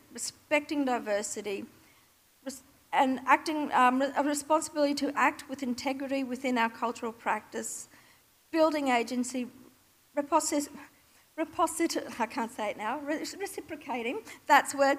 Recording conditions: live audience